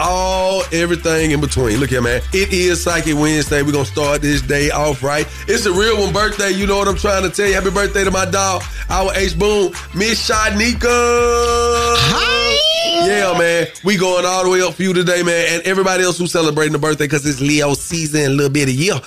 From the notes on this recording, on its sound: Callers call